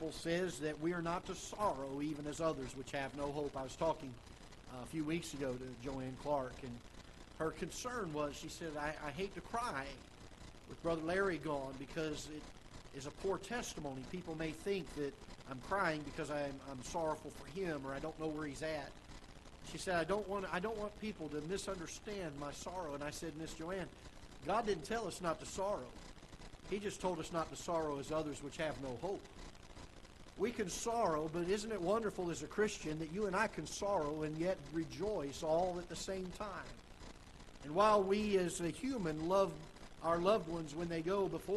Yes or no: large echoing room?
yes